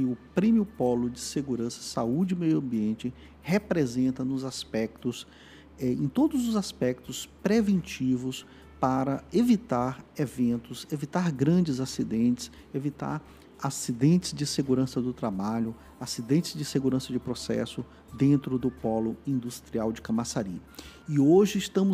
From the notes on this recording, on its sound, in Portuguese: Cobertura ao Vivo do Prêmio Polo de SSMA. A cobertura da entrega do Prêmio Polo de SSMA do Polo Industrial de Camaçari.